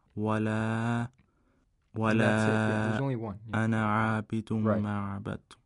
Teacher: And the type of mad is munfasil in this verse. It's a disjunct mad. And we have to elongate this mad to four or five counts.